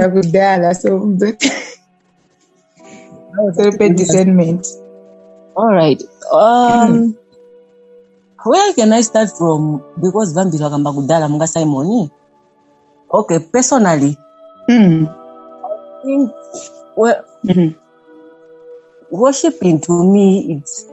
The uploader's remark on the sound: Youth zoom meeting.